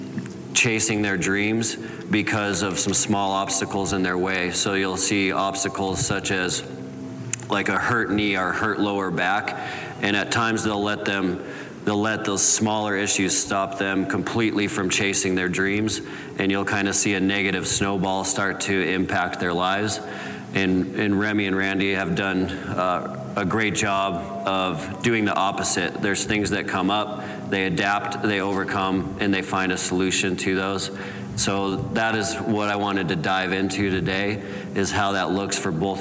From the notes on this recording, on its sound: Live from Sheep Show. Listen to this live recording.